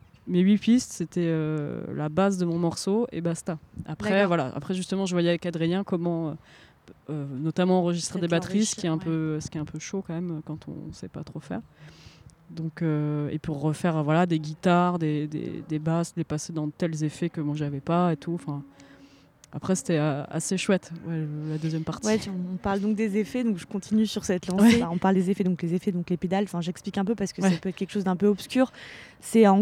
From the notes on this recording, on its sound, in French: Cet épisode a été enregistré dans les jardins